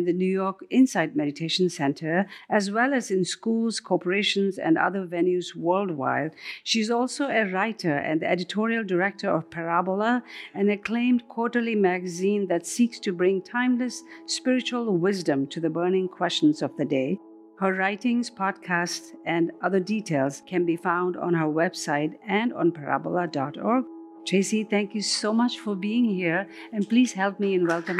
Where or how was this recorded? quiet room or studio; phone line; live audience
live audience